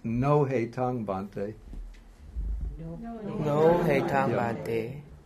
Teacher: Okay, so what happens when the here, when the I meets the E, there are two vowels, and so he, a tongue, again, it's no need to express both vowels, so the weaker vowel, which is the I, drops out, and just becomes hey tongue